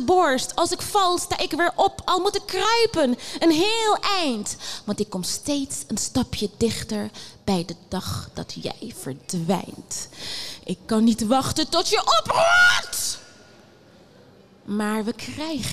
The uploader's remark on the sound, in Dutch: Live in de LocHal